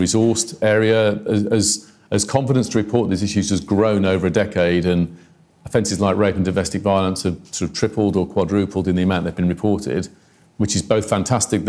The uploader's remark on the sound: Institute for Government. A Q&A with the in-person and online audience.